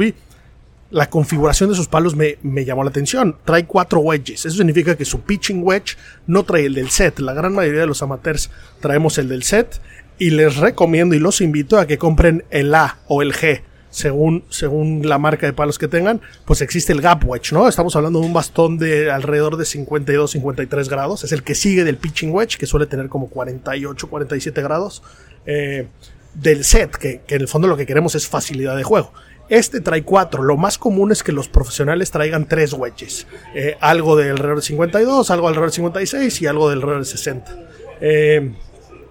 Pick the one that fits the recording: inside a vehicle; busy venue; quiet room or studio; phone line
busy venue